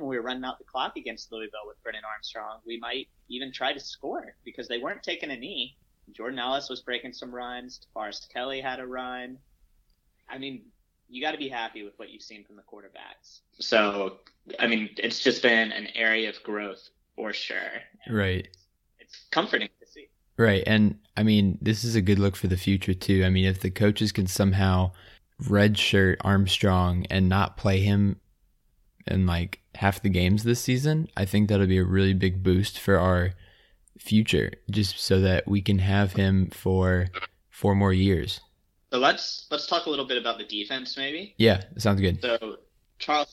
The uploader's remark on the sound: The guys are apart once again. Mic doesn't work. The audio is not the best quality in this episode.